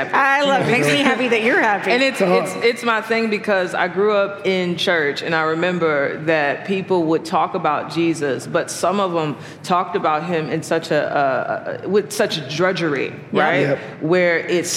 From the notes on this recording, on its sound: Live from Passion 2021. Some highlights were short round-table conversations.